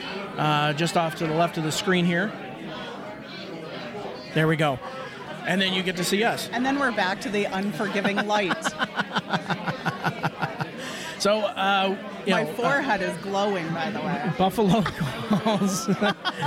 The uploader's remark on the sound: Live on Instagram from Byrncliff Golf Resort for Oktoberfest.